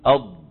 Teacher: وبينا بأنه لما ينغلق هذا المكان كله مغلوق بعد التصادم بعد التصادم هذا الانغلاق هنا في الخلف صار الهواء محبوس، وهو يضغط الهواء يضغط، فتحت تأثير الهواء الضاغط يندفع اللسان إلى الأمام مليمترات بسيطة. إلى أن يصل رأسه كما نرى على الصورة إلى منبت الأسنان العليا، منطقة آخر اللثة، آخر لحم اللثة من الداخل، التقاء اللحم مع الأسنان يصل رأس اللسان وبس. · Term: الاستطالة